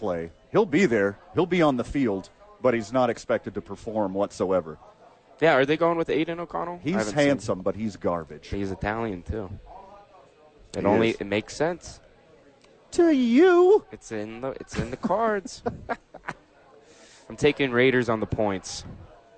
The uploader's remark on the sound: Live from Howies!